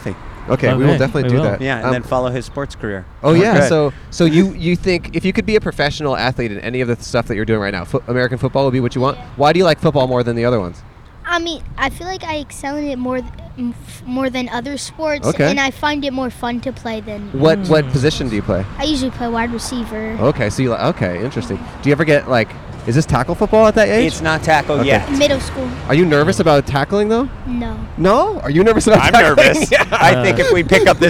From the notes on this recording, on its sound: At The WGA Netflix Strike. In front of the Netflix building in Los Angeles.